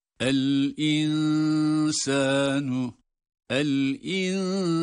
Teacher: Bunu gizlerken açıktan okunma sıfatı neyse gizlerken de o sıfatın uygulanması gerekir. Bakınız, nun aslen ince olduğu için ihfasını da ince sesle yapmak durumundayız